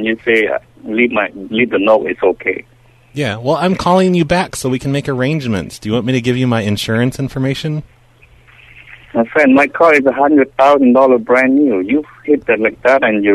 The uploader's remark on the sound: RBCP's Personal Prank Phone Calls Collection